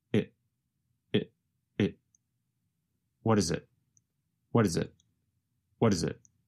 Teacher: And the word it goes by so fast that it becomes very reduced to just a vowel sound plus a very fast held T